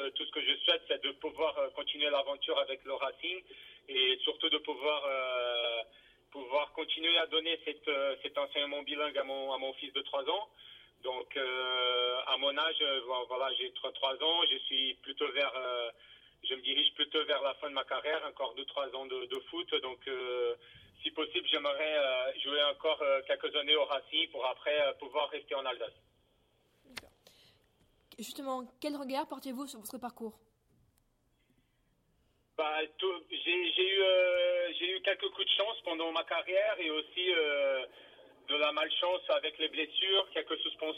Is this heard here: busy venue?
no